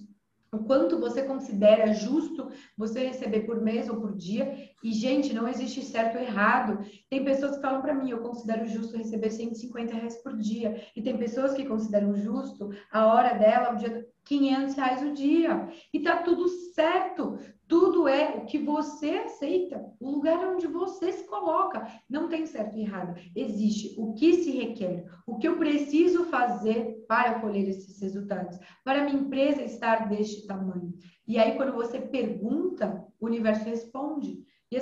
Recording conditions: video call